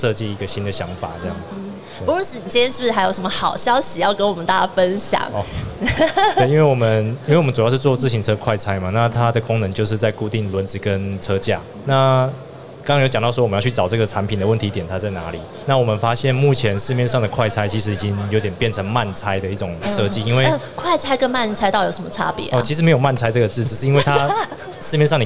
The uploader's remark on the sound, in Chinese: 2022 Taipei Cycle台北國際自行車展-Live Podcast